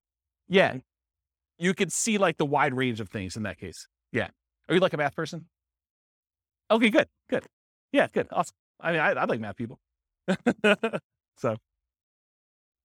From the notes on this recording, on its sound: This was a live class recorded